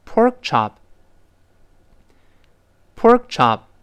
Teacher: 注意那个 pork，那个 k，失去爆破，因为 k 后面出现其他的辅音了。